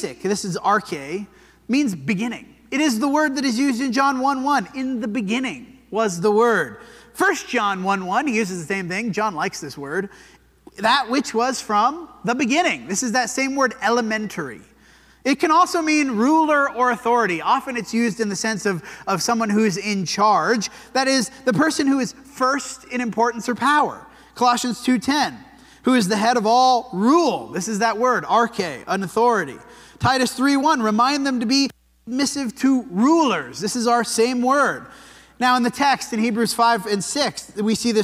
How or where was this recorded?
large echoing room